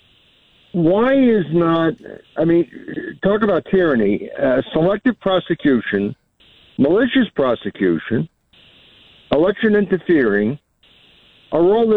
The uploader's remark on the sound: Open phone Friday, anything goes!